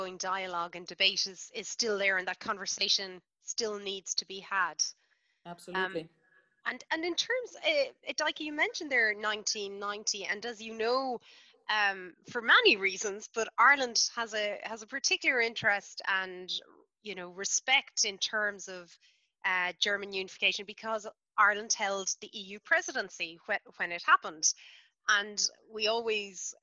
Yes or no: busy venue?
no